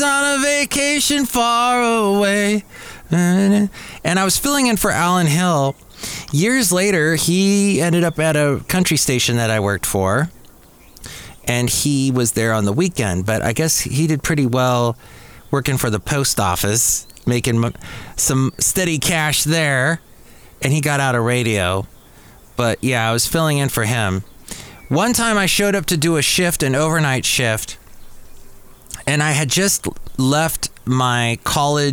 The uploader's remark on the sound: podcasts live from Café Anyway